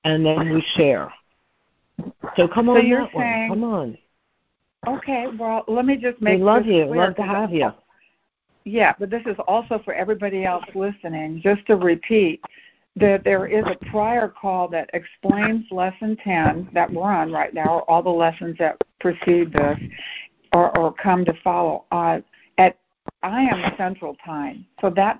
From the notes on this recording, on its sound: ACIM Daily Conference Call.